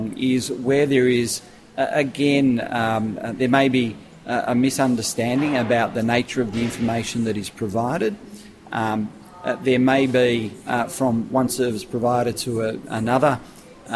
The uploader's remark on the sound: at Akolade’s Transfer of Care for Complex Consumers conference